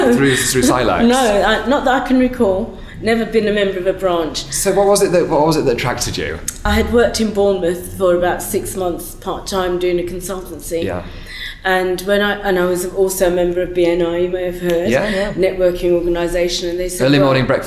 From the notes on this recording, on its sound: Set backstage at the Women in Law conference